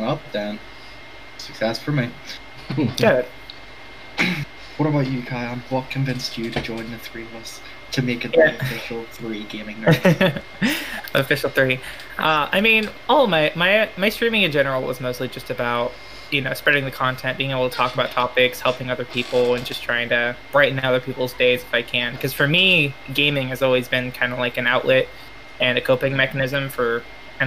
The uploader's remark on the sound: we did have some technical difficulties